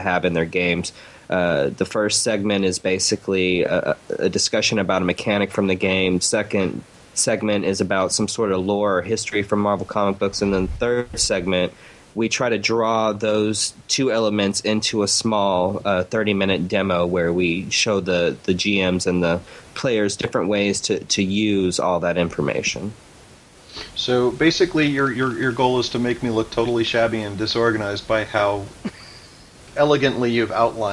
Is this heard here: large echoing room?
no